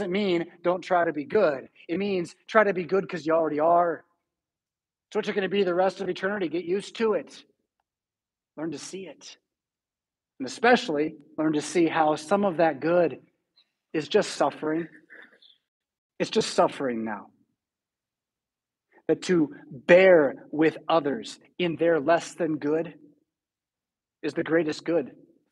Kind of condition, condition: setting, large echoing room